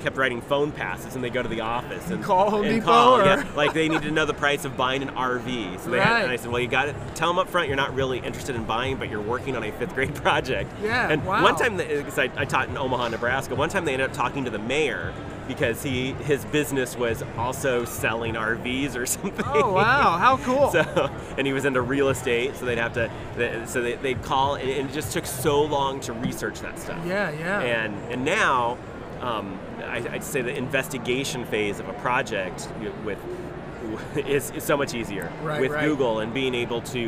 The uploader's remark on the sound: Live from GaETC 2017.